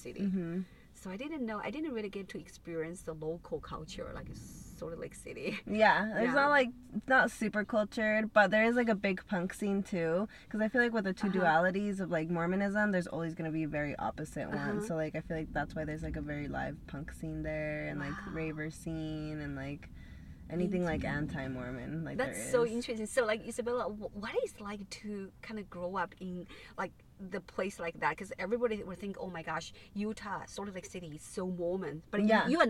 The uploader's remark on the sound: In The Car